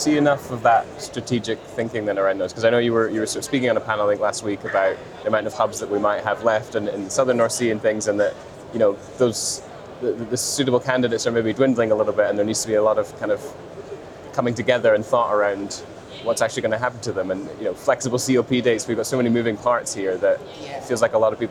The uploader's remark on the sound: on day three of the Offshore Europe Conference in Aberdeen